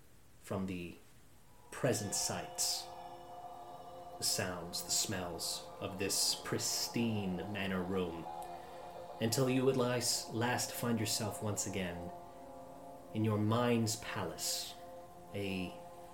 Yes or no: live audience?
no